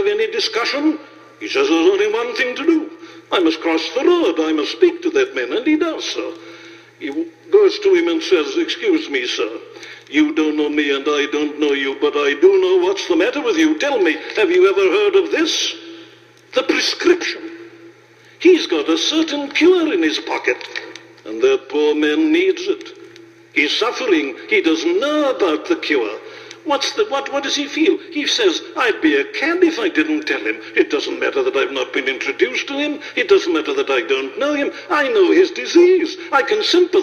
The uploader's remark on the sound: Preached this sermon at a Baptist Church in Ohio. It was broadcasted on radio and made into an album.